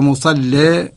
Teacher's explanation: بترقيق اللام مع الإمالة، لأن الإمالة والتغليظ لا يجتمعان